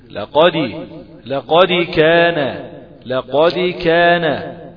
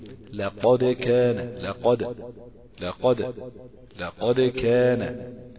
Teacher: اقول ايه لقد كان لقد لقد لقد كان، هي اميل الى الفتح قليلا، قلقلة بوجه عام، أميل إلى الفتح قليلا جدا يعني غير ملحوظة · Shown in: second take